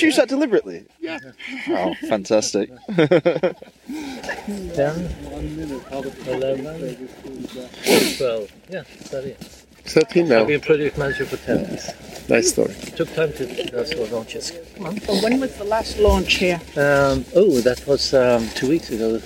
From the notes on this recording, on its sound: The Real Time Show At Esrange. Our very first on-location episode, recorded during the launch day of the SubOrbital Express 3.